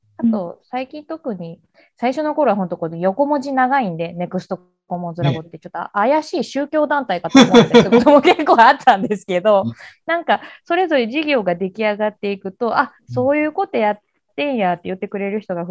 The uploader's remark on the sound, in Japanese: 4人とも違う場所でのzoomを使った収録なので、ものすごくぎこちない収録となりましたが。